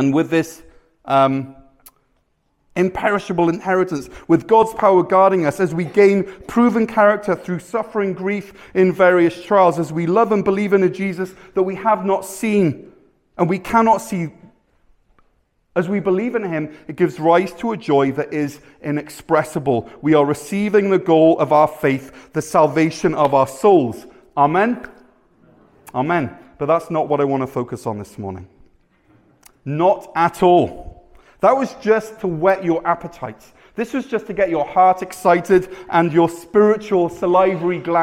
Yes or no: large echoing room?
yes